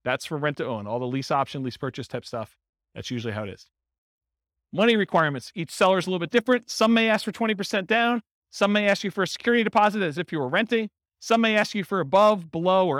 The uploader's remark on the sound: This was a live class recorded